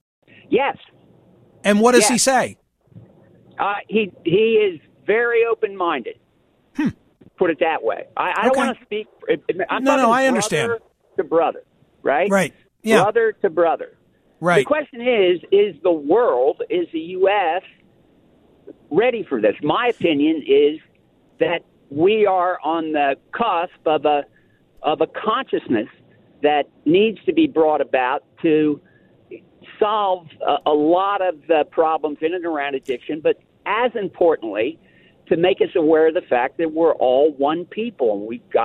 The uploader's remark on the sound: receives a surprise phone call